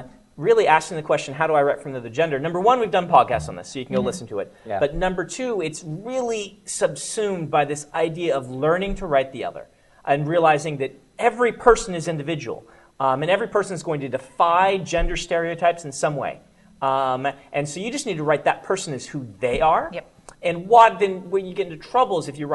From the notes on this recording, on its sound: For a live audience Q&A at GenCon.